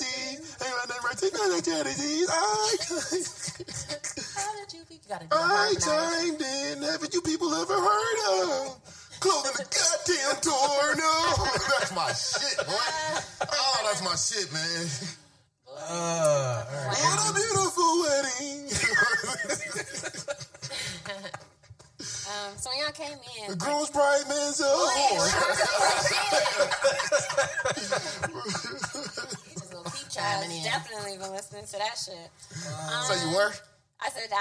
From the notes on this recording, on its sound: Episode 31 has issues with the sound